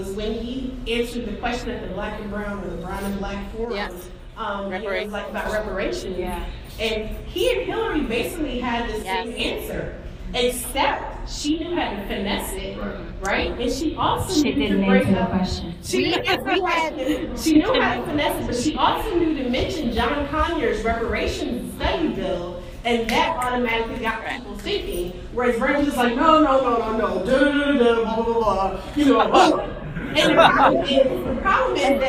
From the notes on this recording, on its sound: This episode is from our live taping at The Brooklyn Commons.